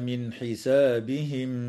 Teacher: تظهر النون الساكنة عند الحاء في قوله تعالى: من حسابهم، وتخفى عند الشين مع الغنة مرققة